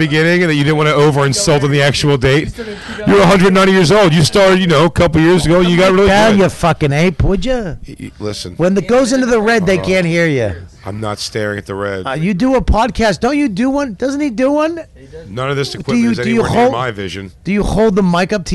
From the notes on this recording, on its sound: recorded backstage at the South By Southwest festival in Austin, Texas